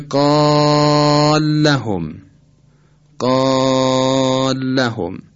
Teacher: اگر بخوایم ادغام کبیر کنیم لام قاله رو ساکن میکنیم، در لام لهم ادغام میکنیم. این سکون یک سکون عارضی است که نتیجه ادغامه.